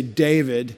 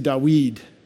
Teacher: We put accents on the first syllable · Shown in: first take · We would say David, and they would say Dawid.